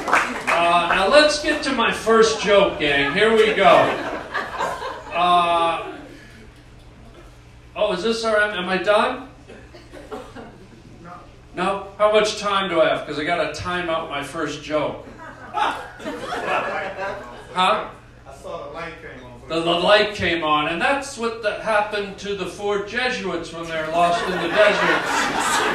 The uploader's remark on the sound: LIVE STAND UP to a religious group.